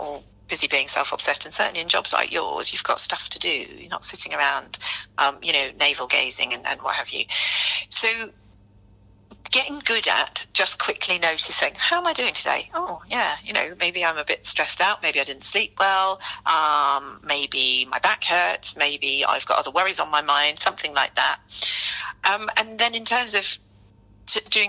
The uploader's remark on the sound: sat down with her on the phone